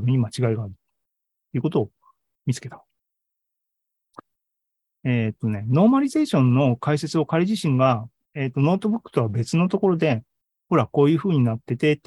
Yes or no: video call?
yes